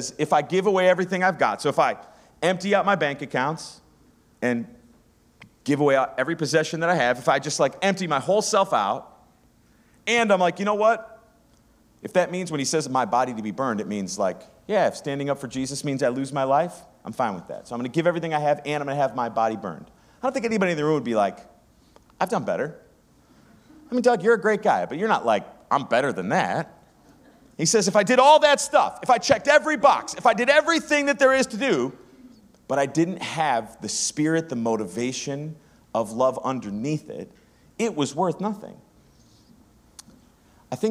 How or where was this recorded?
live audience